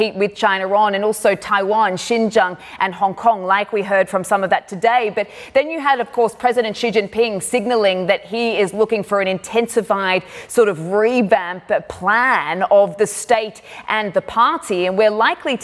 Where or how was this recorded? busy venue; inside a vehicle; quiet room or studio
busy venue